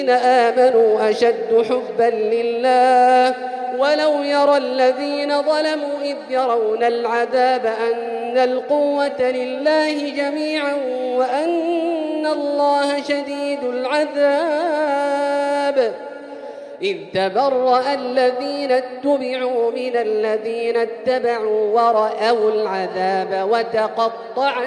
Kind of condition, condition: setting, large echoing room